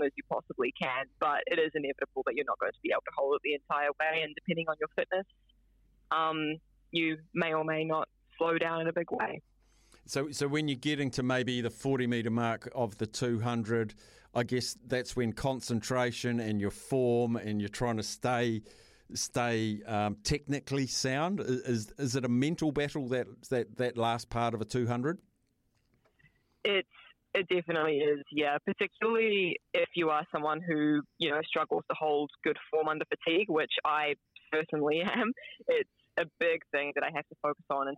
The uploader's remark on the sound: hits the phone and text lines to discuss with listeners